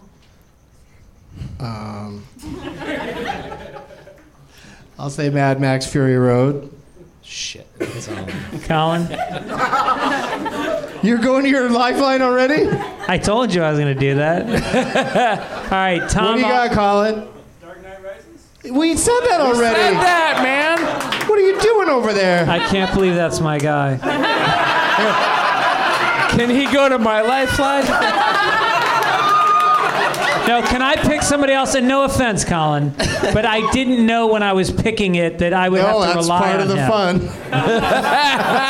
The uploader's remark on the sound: Live from the NerdMelt Showroom in LA